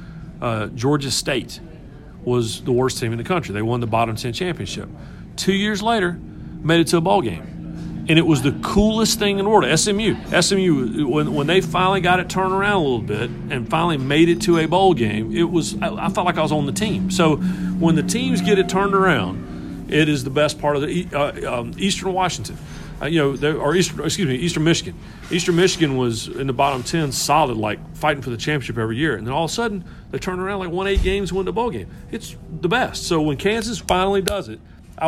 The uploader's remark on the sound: Live from Daytona.